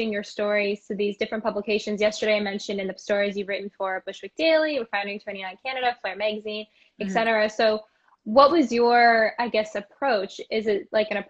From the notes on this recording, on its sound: An archived interview from The Pivot Pioneers IG Live Q&amp;A series. An archived interview from The Pivot Pioneers IG Live Q&A series.